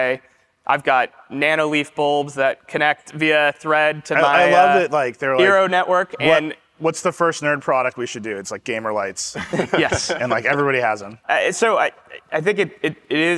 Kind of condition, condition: setting, live audience